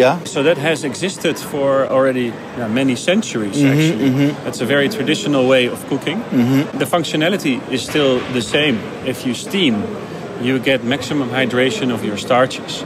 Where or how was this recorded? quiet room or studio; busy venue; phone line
busy venue